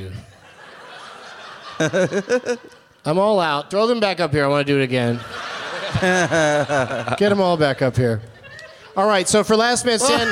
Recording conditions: live audience